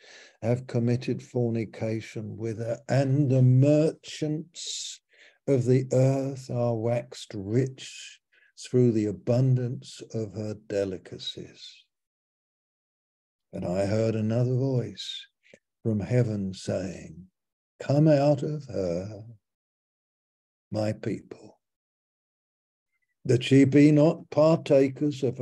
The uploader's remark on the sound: Malaysia Meets (Zoom)